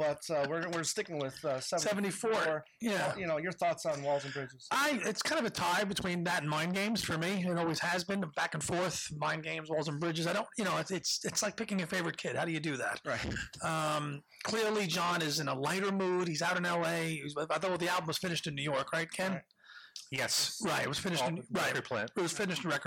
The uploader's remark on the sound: Recorded at the NY Fest for … Fans. Recorded live at the TWA Hotel. Apologies for the sound quality: while we were able to plug into the soundboard, the loudness was difficult to adjust.